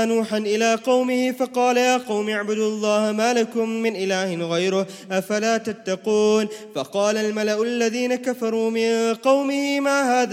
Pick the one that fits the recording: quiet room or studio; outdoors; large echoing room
large echoing room